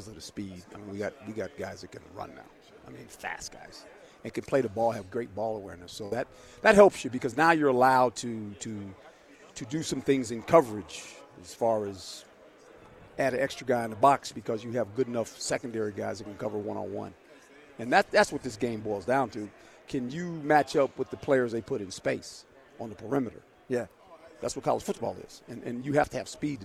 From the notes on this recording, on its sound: live from Pac-12 Media Day